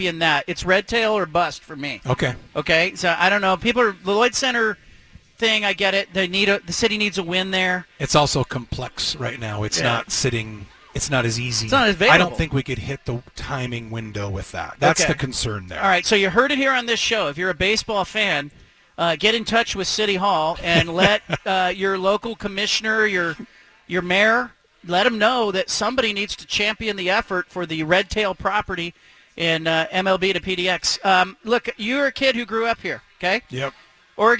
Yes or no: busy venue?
yes